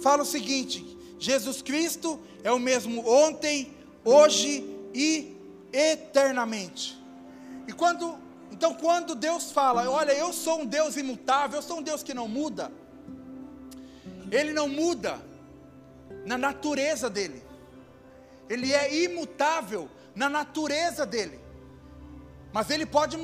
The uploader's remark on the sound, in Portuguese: Áudio do Culto de Domingo do dia 09/10/2022